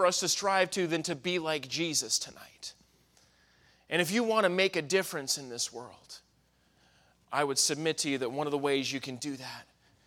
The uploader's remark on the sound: in the Sunday Evening Service on May 7, 2023, at Victory Baptist Church in Boonsboro, Maryland